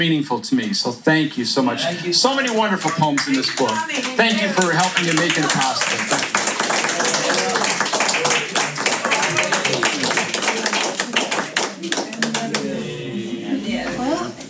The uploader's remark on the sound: In this episode we feature a terrific live recording of the opening reading for the release of the Florence Poets Society's Silkworm journal, issue 16, Wide Open. A bit cinéma vérité sonically, but we think that's great!